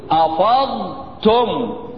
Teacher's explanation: الضاد فيها استعلاء، فيها إطباق، فيها شدة، فيها لا ما هوش فيها شدة، فيها جهر.